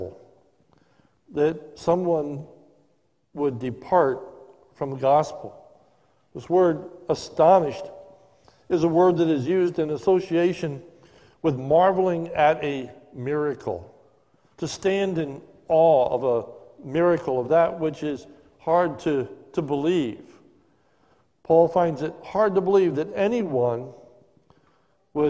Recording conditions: large echoing room